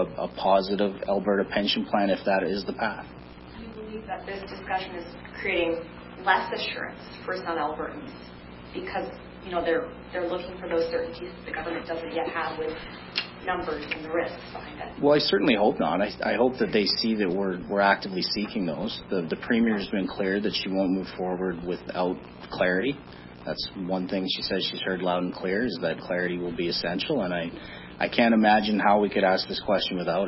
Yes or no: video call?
no